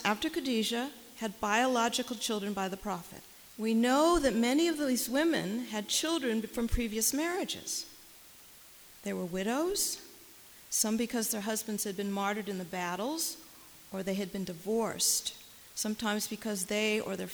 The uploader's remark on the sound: Here, it is presented again in shortened form for the benefit of the men who attended this co-ed event. The Women's Mosque of America held its second annual co-ed iftar & qiyam during the holy month of Ramadan.